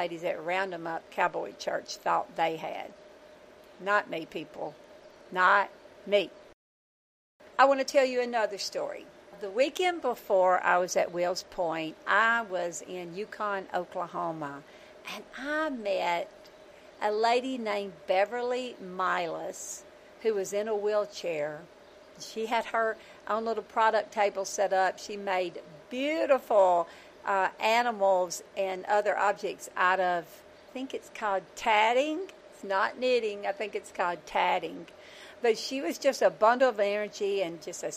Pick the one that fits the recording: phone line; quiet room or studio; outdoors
outdoors